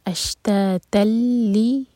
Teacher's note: اس پر فتح کی تنوین اس کے بعد ہے لام تو ادغام بغیر غنہ کا